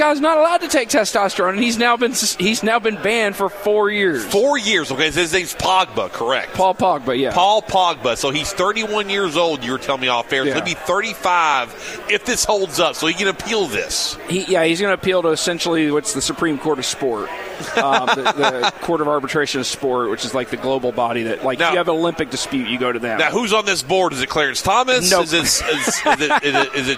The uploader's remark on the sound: Broadcasting live from BW3s on Westport Road!